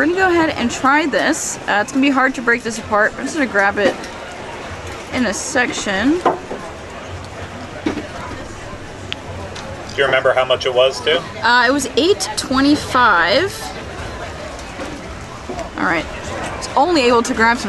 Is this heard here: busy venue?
yes